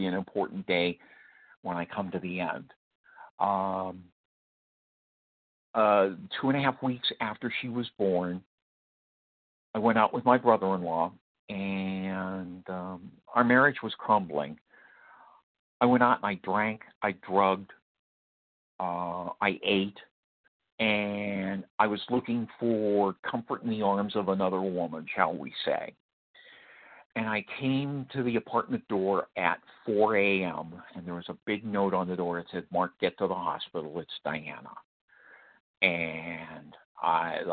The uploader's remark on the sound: qualification from the 100 Pounders Phone Meeting